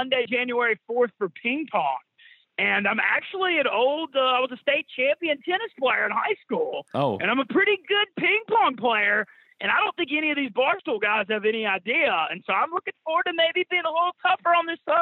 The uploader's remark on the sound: Stops by on the Modern Woodmen phone line (32:40).